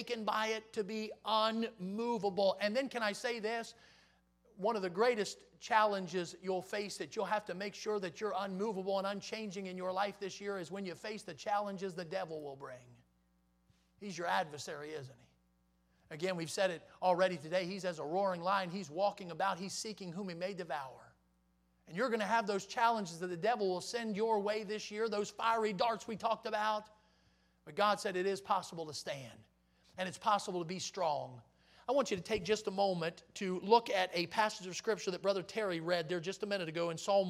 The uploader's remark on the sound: in the Sunday Morning Service on January 8, 2023, at Victory Baptist Church in Boonsboro, Maryland